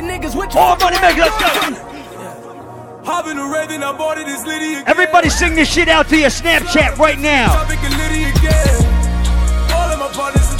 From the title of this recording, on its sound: LIVE AT FETE FRIDAYS ON FEBRUARY 3RD